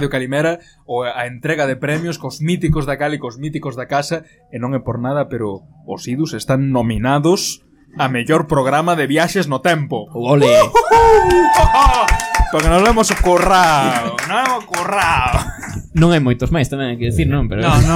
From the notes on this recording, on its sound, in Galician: en directo durante a Festa Hortera da Radio Kalimera en Decembro de 2021